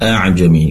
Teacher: terkait pengucapan huruf ain, yaitu berasal dari tenggorokan bagian tengah